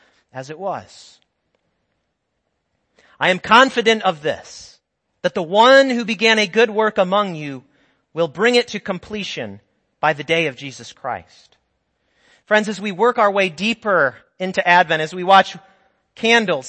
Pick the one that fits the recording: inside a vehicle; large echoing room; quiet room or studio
large echoing room